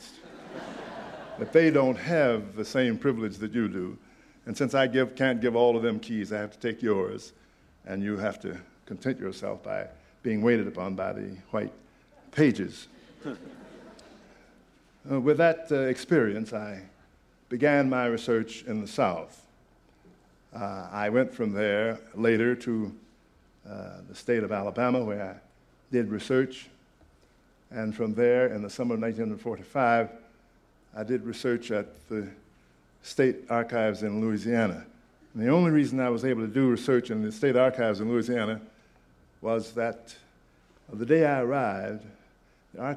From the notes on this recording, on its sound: This podcast was recorded at the Academy of Achievement's 1996 Summit in Sun Valley, Idaho